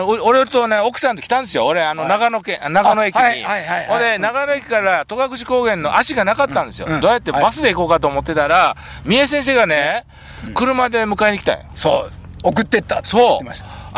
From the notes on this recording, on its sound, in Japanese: 長野県ビーナスラインの霧ヶ峰高原にて。バイクツーリングをして青空対談収録を開催いたしました。